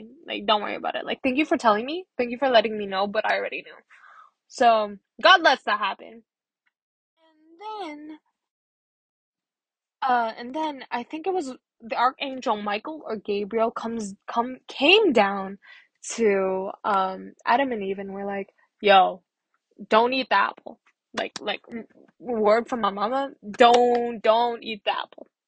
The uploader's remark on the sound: bad audio quality, I tried filming with my AirPods today but, I didn't know that the audio quality was going to be so bad!!